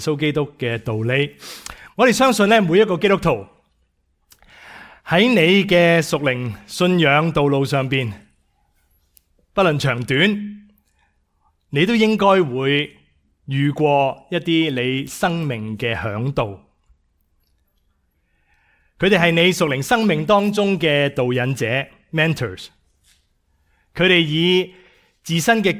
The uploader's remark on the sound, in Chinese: 講道錄音